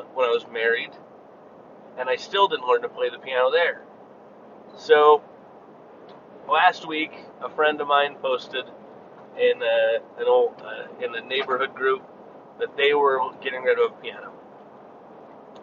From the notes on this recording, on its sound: This was me driving and talking